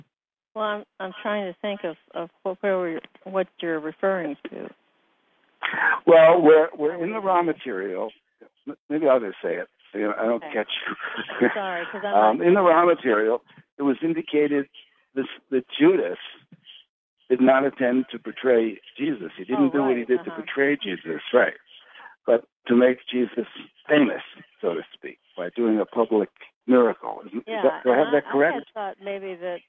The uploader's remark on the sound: Conference Call LIVE.